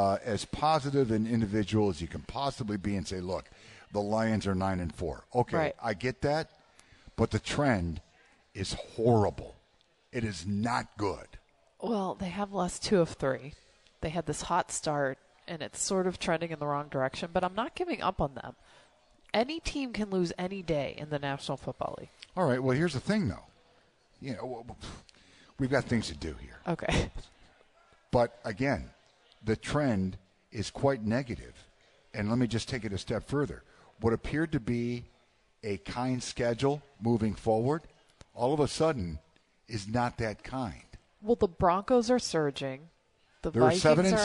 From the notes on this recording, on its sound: LIVE from Soaring Eagle Casino & Resort in Mt. Pleasant for a special edition of The WJR Sports Book.